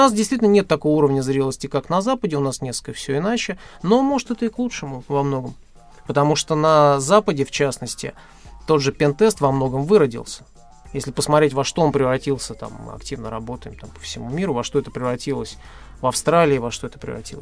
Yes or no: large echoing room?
no